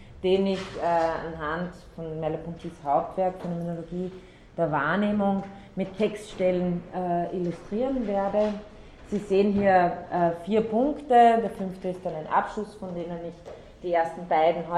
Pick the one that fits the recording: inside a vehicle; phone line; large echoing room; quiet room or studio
large echoing room